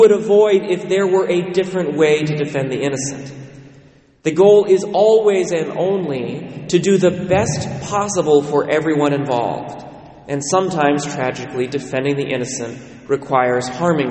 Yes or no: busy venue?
no